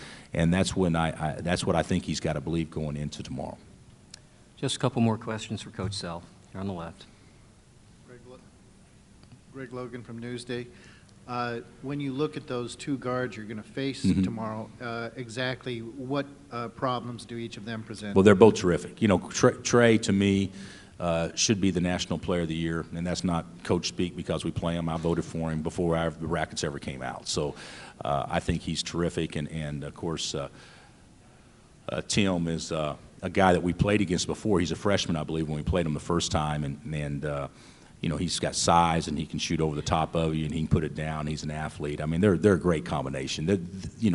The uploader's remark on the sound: Press Conferences & Post-Game Interviews. Talks to reporters.